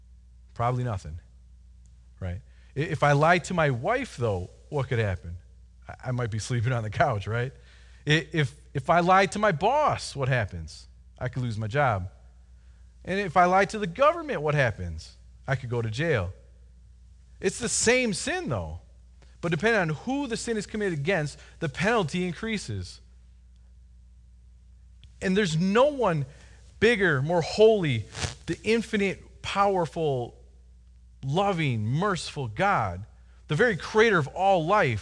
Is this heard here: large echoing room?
yes